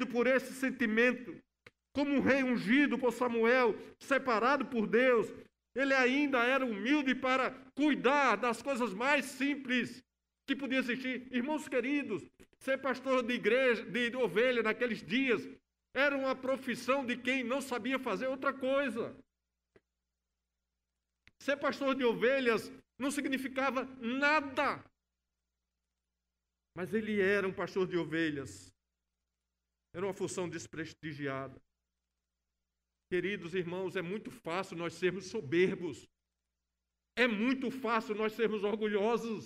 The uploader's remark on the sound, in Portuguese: No culto presencial e transmitido ao vivo no domingo (26/09/2021) à noite (18h), com público limitado a 70% conforme decreto do governo do estado de PE devido à Pandemia da COVID-19.